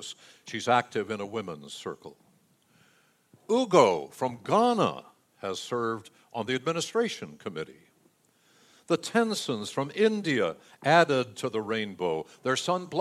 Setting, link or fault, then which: setting, large echoing room